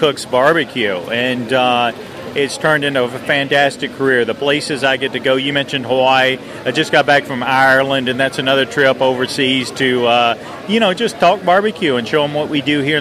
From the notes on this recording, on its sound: LIVE from The Jack Daniel&#8217;s World Championship BBQ Invitational. LIVE from The Jack Daniel’s World Championship BBQ Invitational.